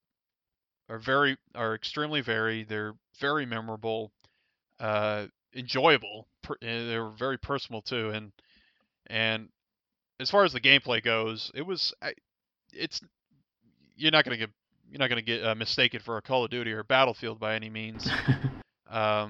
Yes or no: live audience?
no